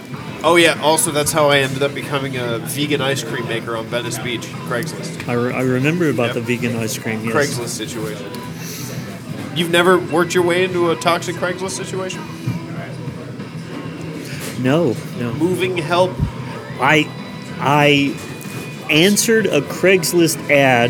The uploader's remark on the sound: Live at Starbucks